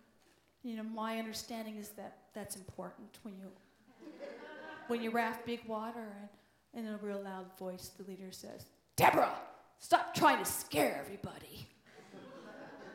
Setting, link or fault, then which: setting, live audience